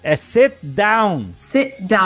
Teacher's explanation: Então você alonga um pouquinho, eh, você tem uma breve pausa, você não pronuncia o T e você vai direto pro down.